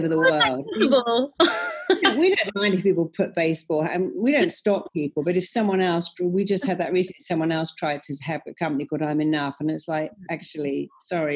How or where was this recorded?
video call